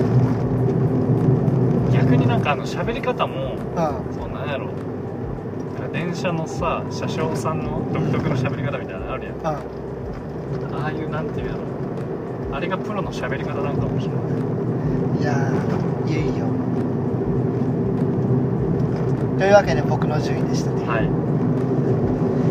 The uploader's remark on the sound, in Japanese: テントサウナの聖地「飛雪の滝キャンプ場」まで車で往復7時間。車中トークです。音質悪めですが。